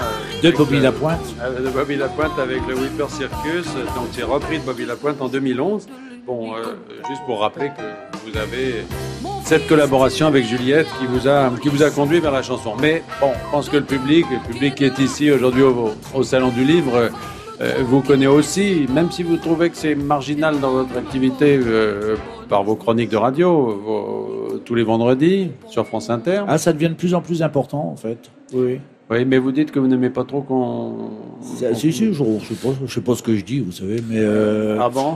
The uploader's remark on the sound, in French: En direct du Salon du livre de Paris